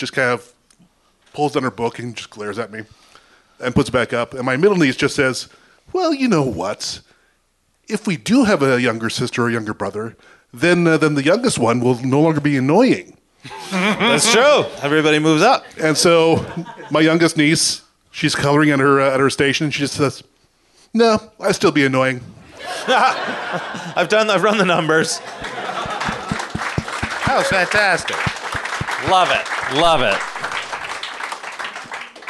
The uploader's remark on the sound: Recorded live at Winterruption Edmonton.